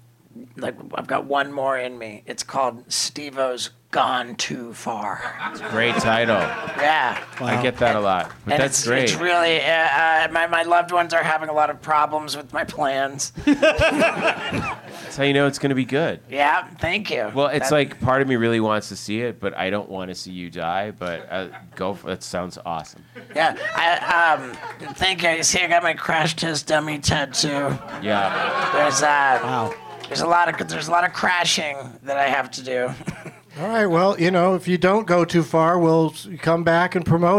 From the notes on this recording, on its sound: Live from The Lab at the Hollywood Improv